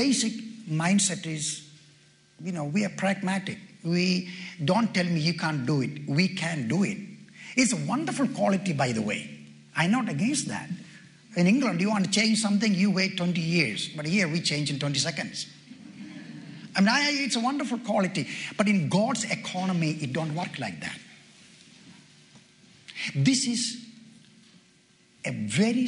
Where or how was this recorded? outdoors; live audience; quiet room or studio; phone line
live audience